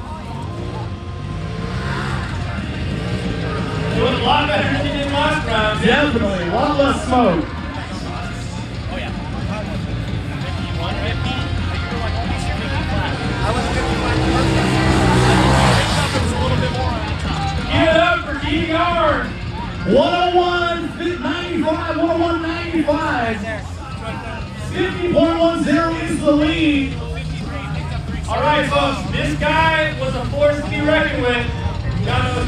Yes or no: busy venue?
yes